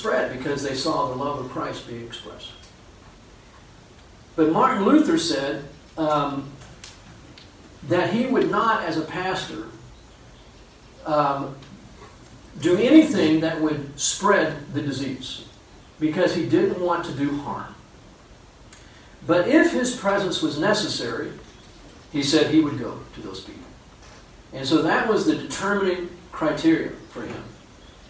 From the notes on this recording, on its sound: Unfortunately the main audio recording did not work so we had to use a back-up recording.